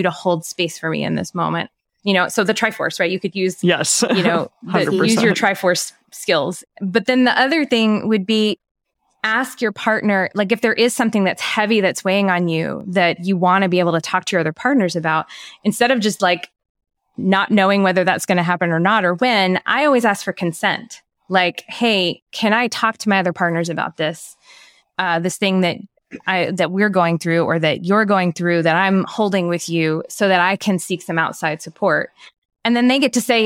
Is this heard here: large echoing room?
no